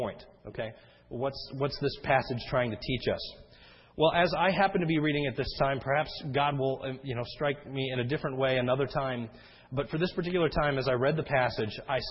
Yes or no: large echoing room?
yes